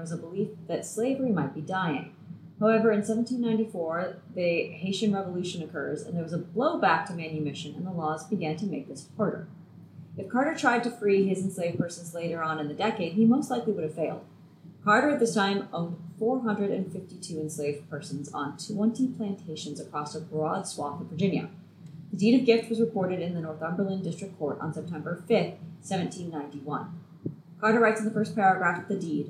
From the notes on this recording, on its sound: please bear with us as the audio quality in this episode reflects our upcoming relocation of recording space